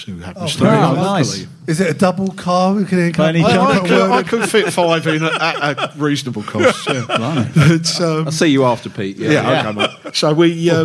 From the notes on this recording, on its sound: In front of a live audience at #SpursShowLive.